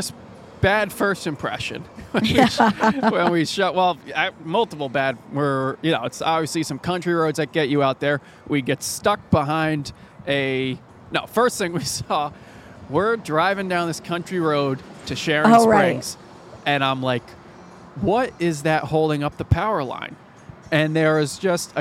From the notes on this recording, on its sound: This episode was taped at Lionheart on the Green in Albany's Warehouse District